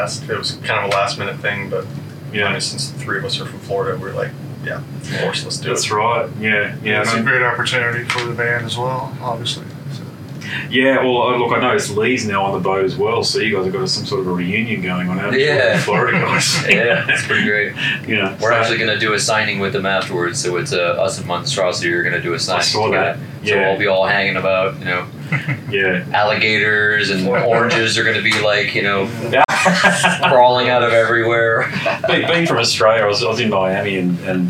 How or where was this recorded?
busy venue